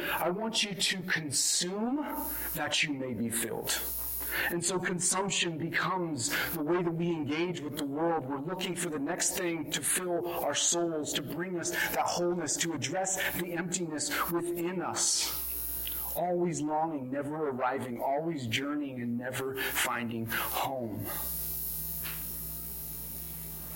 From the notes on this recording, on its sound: This was recorded on January 30, 2022 at Bethel church in Ridgefield, Wa.